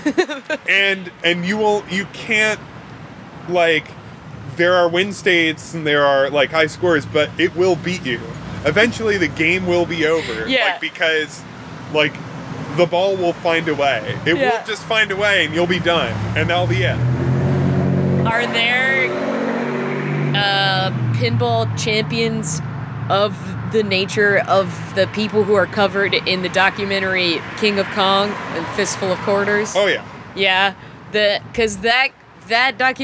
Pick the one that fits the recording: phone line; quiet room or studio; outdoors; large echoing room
outdoors